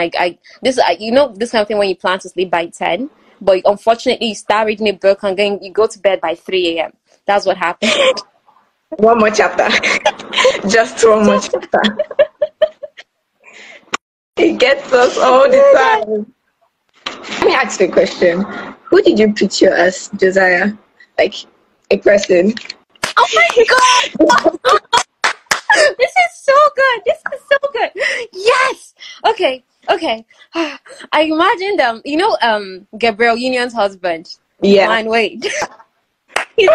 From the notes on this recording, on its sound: I apologize for the breaking audio in advance. Nigerian network providers are so unreliable and many times, we have to record as we see it.